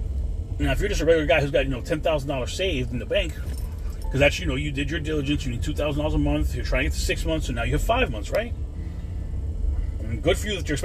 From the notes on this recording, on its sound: I recorded this CarCast Monday but the app update wouldn't find the second segment.